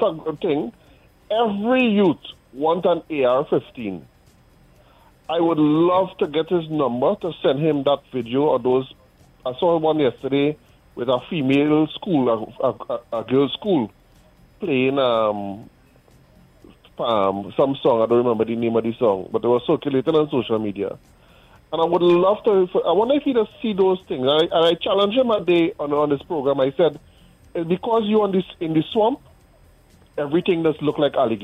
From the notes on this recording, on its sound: During this hour we take calls from our audience.